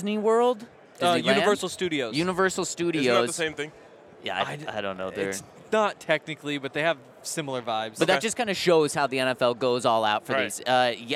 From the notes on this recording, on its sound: Super Bowl LVII Radio Row. Coming to you LIVE from Radio Row at the Super Bowl.